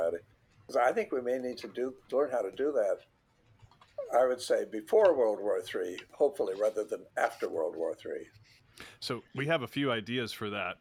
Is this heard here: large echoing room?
no